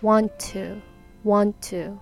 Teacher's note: この2つの t が、まあ、重なって1つが消えるっていう感じですかね